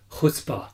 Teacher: I think we have it closer to Arabic. It's deeper in the throat. Yeah. And there's a lot more contact of the soft palate. · Term: The guttural